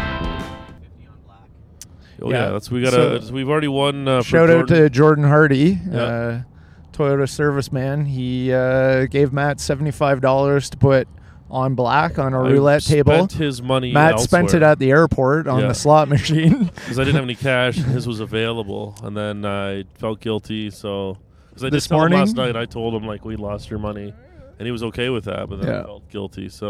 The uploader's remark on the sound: As we sort out audio levels while driving in a Buick Envision from Las Vegas to Boulder City.